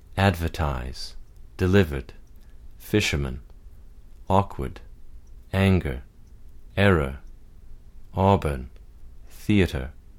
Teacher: some dialects have no R coloring, and so you would use the plain schwa in these words in those cases.